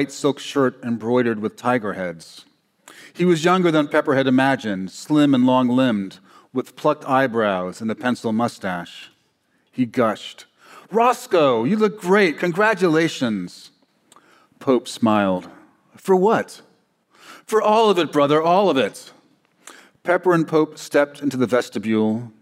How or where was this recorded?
live audience